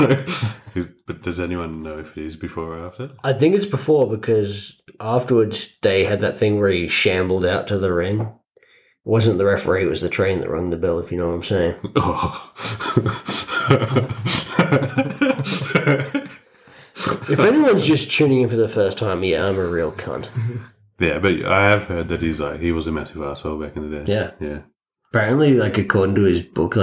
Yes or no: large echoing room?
no